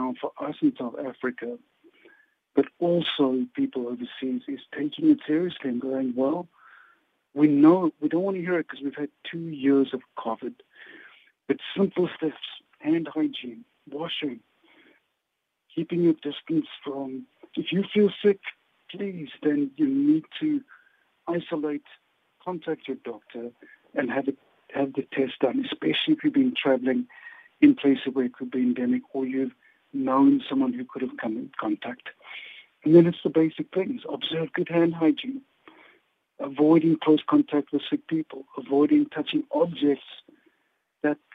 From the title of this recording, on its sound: Guest on the line